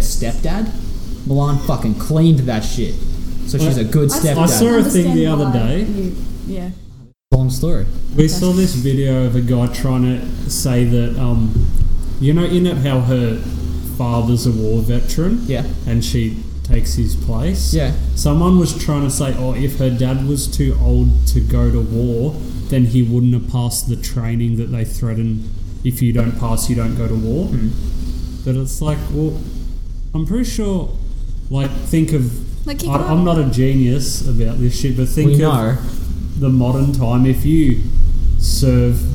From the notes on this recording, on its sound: As we sit around a table. In this weeks podcast we headed back down to our local comic shop Mac's comics and collectables and had a chat.